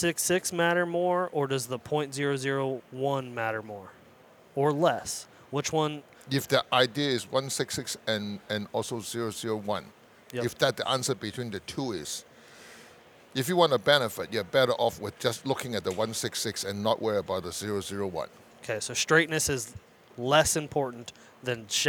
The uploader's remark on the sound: This recording takes place before morning #4 of the Great American Outdoor Show in Harrisburg, PA.